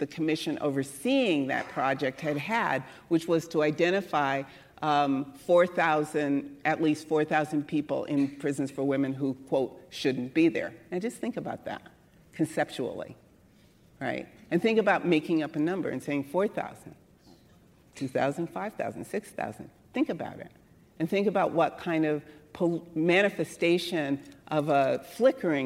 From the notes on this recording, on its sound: Recorded at the Lensic Theater in Santa Fe, New Mexico on April 17, 2019.